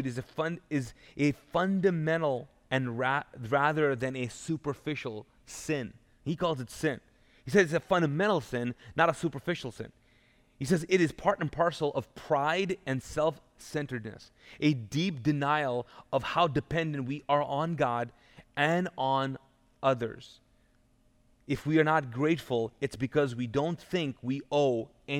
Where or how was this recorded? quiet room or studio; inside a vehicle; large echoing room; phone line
large echoing room